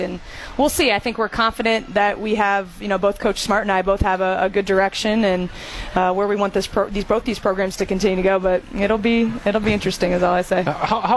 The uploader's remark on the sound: broadcast LIVE from the Marquette Athletic picnic